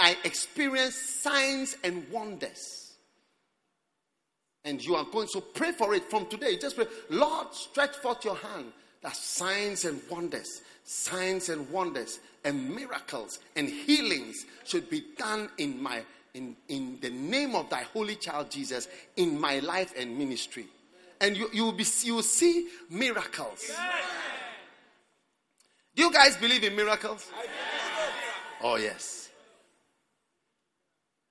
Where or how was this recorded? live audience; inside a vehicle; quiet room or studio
live audience